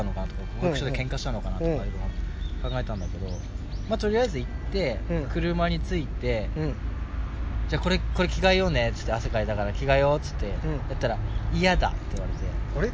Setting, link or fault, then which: setting, outdoors